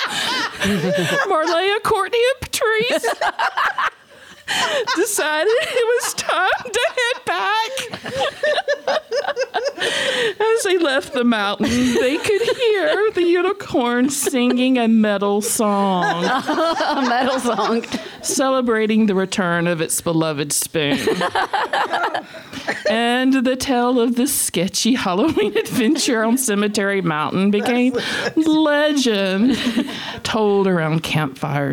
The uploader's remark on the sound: TSS LIVE. This is the second installment from the annual Halloween live show at Romarin et Corbeaux in Oxford, AL!